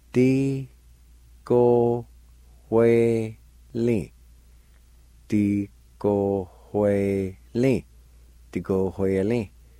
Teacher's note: There's a faint H sound between the O and W.